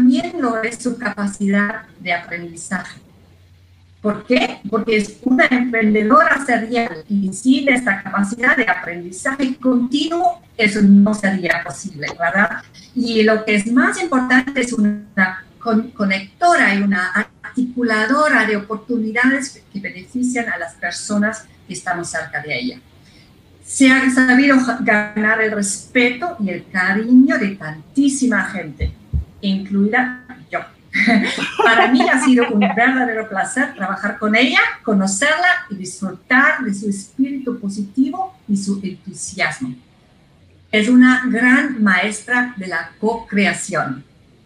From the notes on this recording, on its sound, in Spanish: AUDIOPODCAST DEL WEBINAR. EN JORNADAS INTERNACIONALES SOCIEDAD DIGITAL EN RED (EDICIÓN AÑO 2020). El evento virtual educativo “Sociedad Digital en Red” edición año 2020.